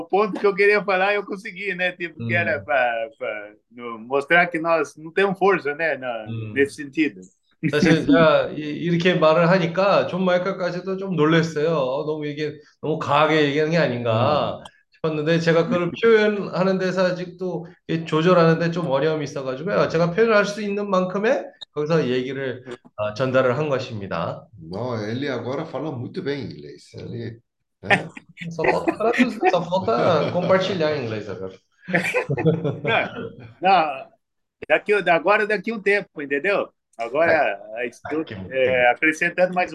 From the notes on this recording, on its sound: zoom meeting